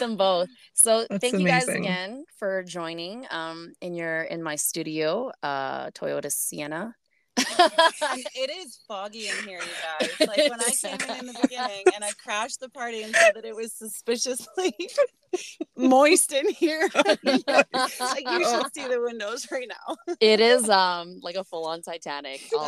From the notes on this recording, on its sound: We broadcast from our car studios